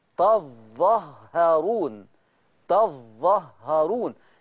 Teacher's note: وخلي بالكم إن الكلمة اللي بعدها تظاهرون قرأها ورش، دي فيها فرش الورش، ورشه يقول تظهرون. ورشه يفتح التاء ويشدد الظاء ويشدد الهاء وما فيش الف